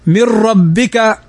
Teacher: نون ساكنة بعدها الراء، والراء من حروف الإدغام بغير غنة. من ربك والراء تكرر كما سبق، وكررن.